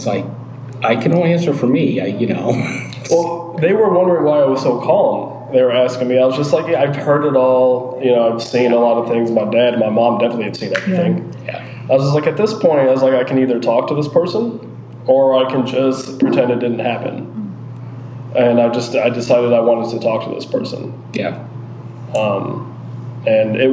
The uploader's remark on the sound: Live from the Cincinnati Playhouse